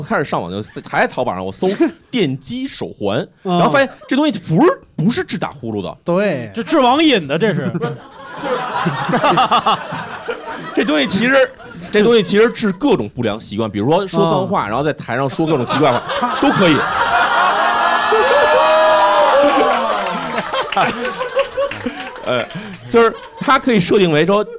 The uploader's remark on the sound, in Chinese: 日谈七大当家主播秘密现身《谐星聊天会》现场，一边作为观众现场观摩谐聊录制，一边积极举手插话。现场效果炸裂。